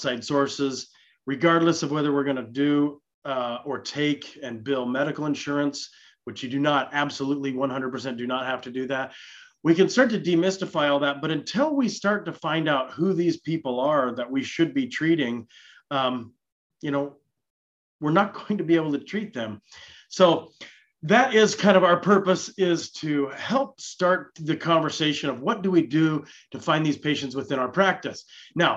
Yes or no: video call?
yes